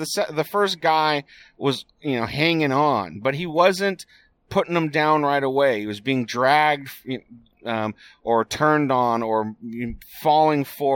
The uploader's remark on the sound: Here’s the one I recorded last night on the way home from the UC Davis game.